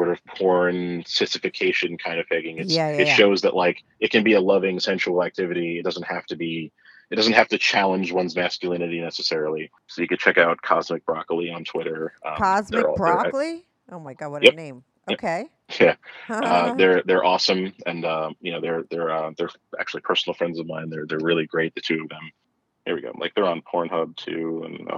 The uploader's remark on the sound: he called in to talk all about it